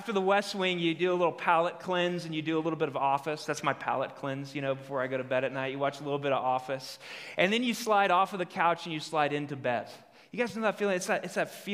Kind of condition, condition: setting, live audience